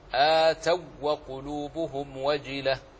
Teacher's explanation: ألا ترى أن الواو ها هنا أدغمت في مثلها في الواو التي أتت بعدها، وذلك لأن الواو الأولى ليست بمدية وإنما هي لينية، فصارت مثل باقي الأحرف تضغم في مثلها.